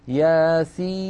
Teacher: عند نطقنا لهذا الحرف ننطق ثلاثة أحرف، سين مكسورة بعدها ياء ساكنة بعدها نون ساكنة، وهذه النون الساكنة سواء وقفنا على ياسين أو وصلناها بقوله تعالى والقرآن الحكيم. · Term: مد لازم